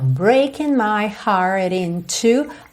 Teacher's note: E atenção que o T do heart virou rarara.